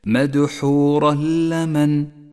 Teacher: ثم لاحظ بعدها حكم الإدغام بلا غنة عند قوله تعالى مدحورا لمن مدحورا لمن، جاء التنوين وبعده حرف اللام، والواجب أن نسقط التنوين من اللفظ وأن نشدد حرف اللام الذي بعده، ولذلك لون التنوين بالرمادي إشارة إلى عدم نطقه: مدحورا لمن.